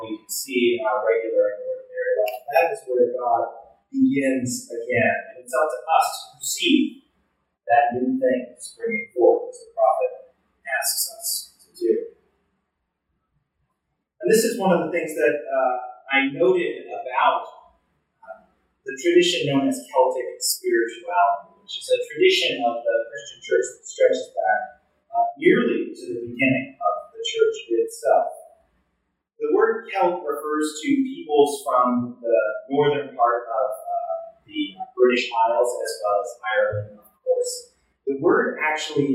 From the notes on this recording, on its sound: Recorded Sunday July 16, 2023 in the Union Congregational Church Chapel.